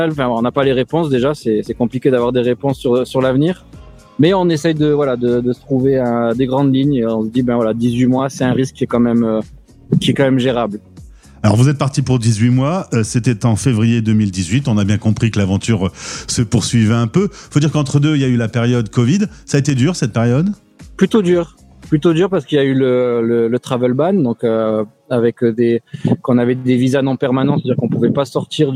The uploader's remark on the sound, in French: Une fois n'est pas coutume, cette interview a lieu en direct d'un parc... Bienvenue à Central Park à New York.